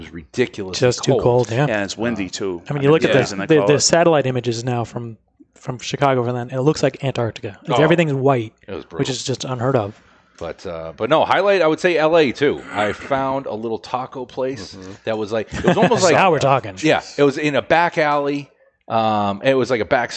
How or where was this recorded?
busy venue